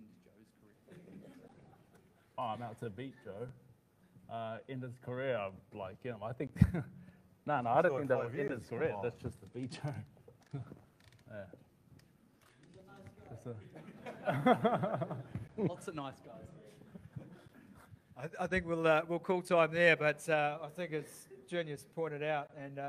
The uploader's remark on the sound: Full press conference. Dec 11 in Auckland.